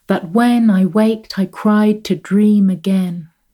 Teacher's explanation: Shakespeare returns to his regular iambic rhythm to build up momentum at dramatic points